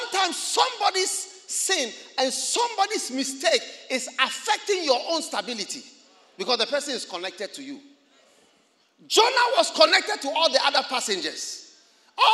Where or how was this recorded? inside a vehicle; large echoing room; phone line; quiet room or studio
large echoing room